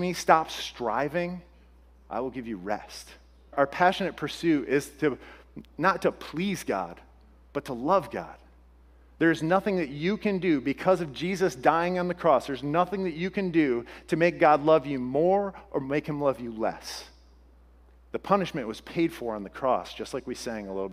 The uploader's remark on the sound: This podcast was originally shared at Restored Church. This podcast was originally shared at Restored Church in their Words to Live By sermon series.